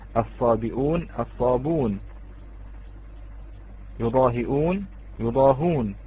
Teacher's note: تكلمنا عن الكلمات التي يحذف فيها ورش الهمزة · Term: الحذف